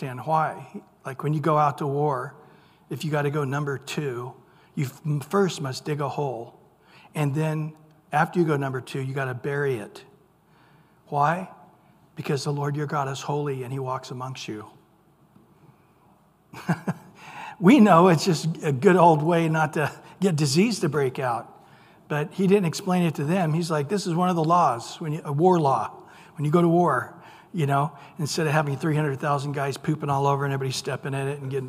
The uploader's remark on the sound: Recorded at Calvary Chapel of Los Alamitos on April 26 2023 - Wednesday evening sermon. Recorded at Calvary Chapel of Los Alamitos on April 26 2023 - Wednesday evening sermon.